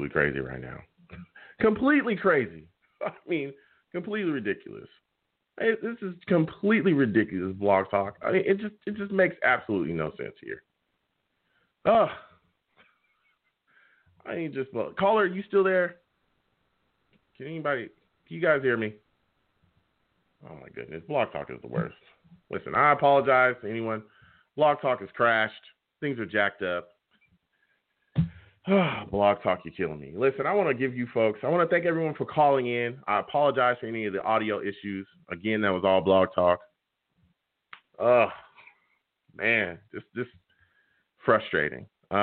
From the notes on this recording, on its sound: Tonight live at 7pm eastern. I will also take live callers!